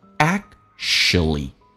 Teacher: 而且 ch 可以发成 sh 这个发音，而且 act 的 k 是不发音，就变成 actually